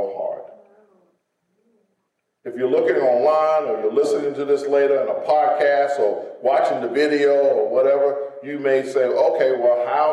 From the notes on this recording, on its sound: In a sermon recorded live on Sunday, January 2nd at Greater Saint Peter